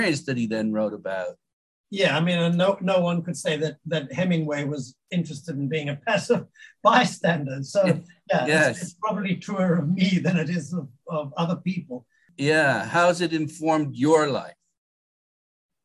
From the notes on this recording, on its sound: We met via Zoom